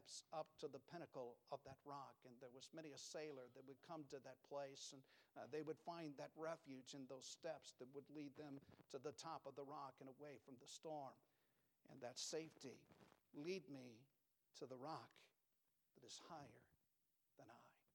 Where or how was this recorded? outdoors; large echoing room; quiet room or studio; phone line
large echoing room